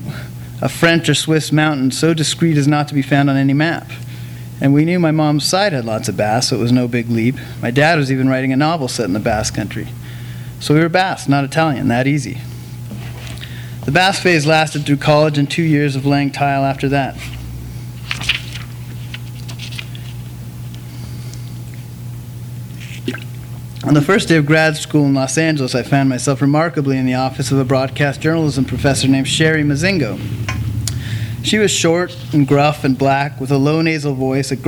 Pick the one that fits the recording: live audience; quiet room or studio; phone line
live audience